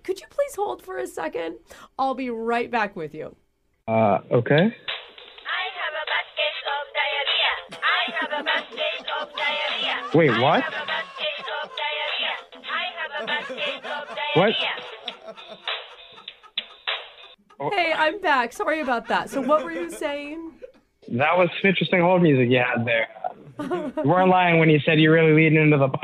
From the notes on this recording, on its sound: No better time than for us to call him for a Phone Tap!